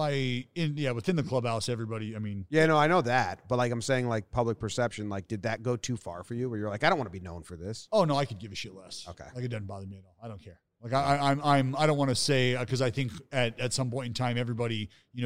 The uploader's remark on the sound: Joined Us At Winter Meetings